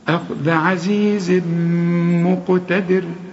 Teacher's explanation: … شوف ضم شفايفك، إدغام كامل بغنة